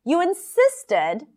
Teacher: So she really raises her pitch here to stress the word insisted